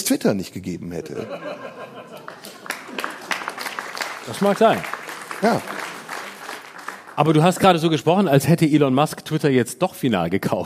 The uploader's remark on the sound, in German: Live aus dem Tipi. Live-Podcast im Tipi.